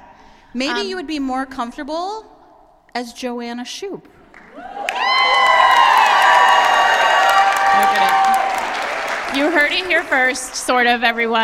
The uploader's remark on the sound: Fated Mates LIVE in Brooklyn. Here, for your enjoyment, is the recording of the wacky, wild night, which we spent with 250 Magnificent Firebirds.